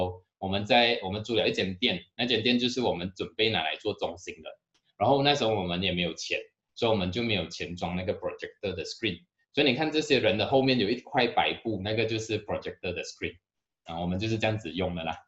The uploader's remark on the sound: Canada Zoom Seminar